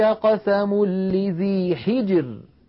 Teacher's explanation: الراء ساكنة وقبلها الجيم ساكنة وقبلها الحاء مكسورة، إذا نرقق هذه الراء وكأنها ري، كأنها مكسورة.